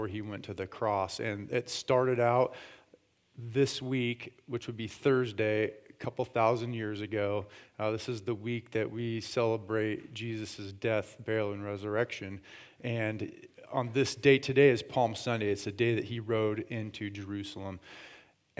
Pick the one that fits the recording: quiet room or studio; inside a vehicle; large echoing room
large echoing room